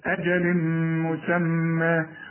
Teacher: أجل هنا تنوين وبعده مين؟ إدغام كامل برضو بغن